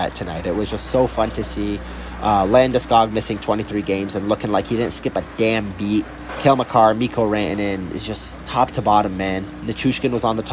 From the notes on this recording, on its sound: Record a quick hit post-game show at Ball Arena. They chat about the deafening crowd.